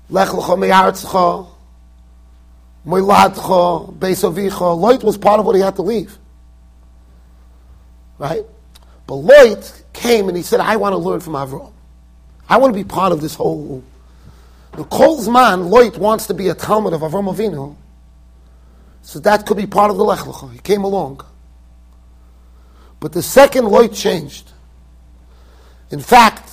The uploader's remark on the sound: Shiur recorded in Yeshivas Ohr Reuven, Monsey NY.